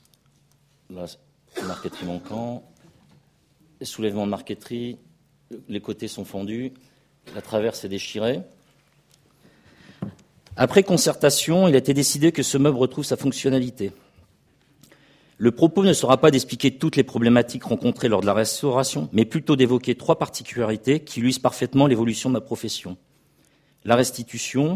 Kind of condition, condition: setting, large echoing room